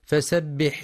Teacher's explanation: وبيان همس ورخاوة الحاء أيضا في فسبح · كما يراعى إعطاء حرف السين صفة الصفير والرخاوة في فسبح